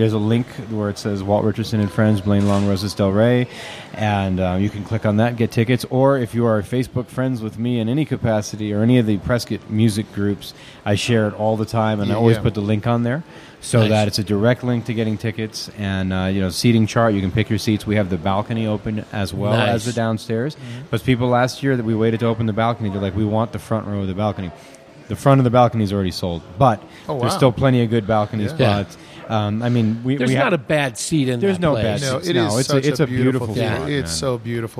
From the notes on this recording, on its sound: Recorded at Granite Mountain Brewing in Prescott, AZ. Recorded at Granite Mountain Brewing in Prescott, AZ.